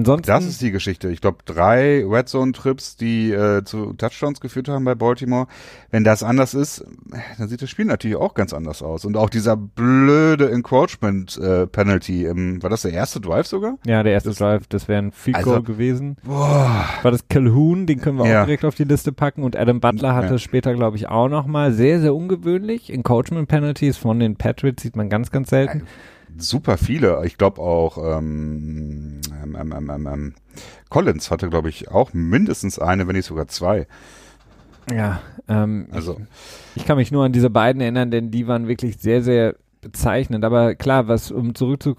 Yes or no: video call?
no